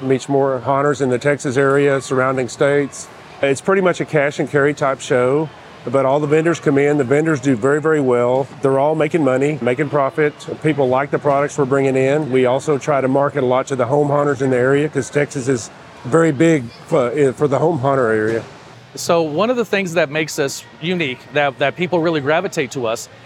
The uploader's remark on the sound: The Texas Haunters Convention was this past weekend in Mesquite, and we went on location to find out how it went.